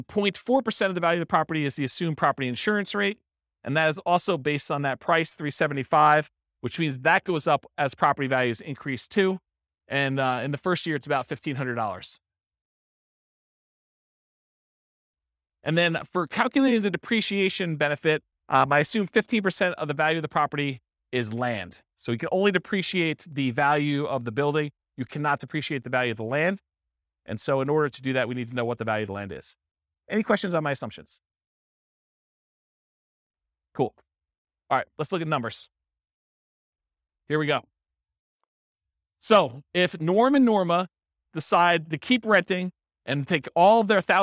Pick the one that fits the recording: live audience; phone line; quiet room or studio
live audience